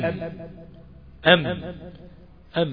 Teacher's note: وقلنا حرف الميم مثلا عند التسكين لما اقول ام ام ام، احنا عارفين ان الميم بتخرج من الشفتين